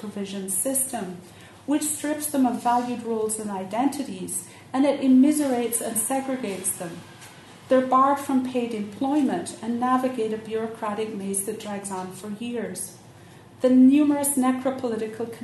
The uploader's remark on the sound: Keynote at Queering Ireland 2015